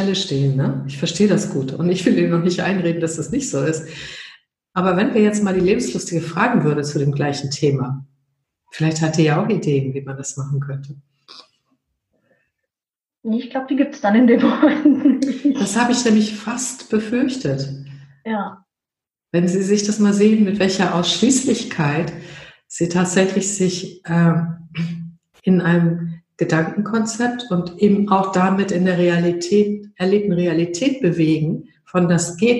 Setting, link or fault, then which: link, video call